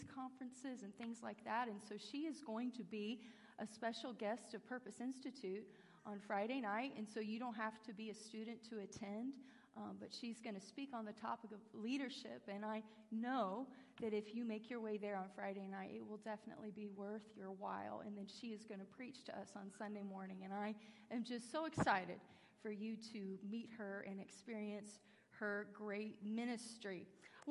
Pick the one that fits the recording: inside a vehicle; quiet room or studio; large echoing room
large echoing room